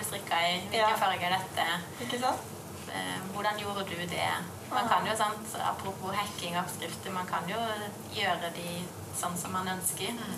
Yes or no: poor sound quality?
yes